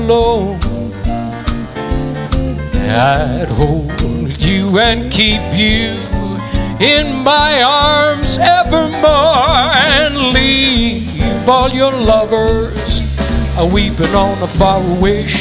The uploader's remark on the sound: Live at the Southpoint.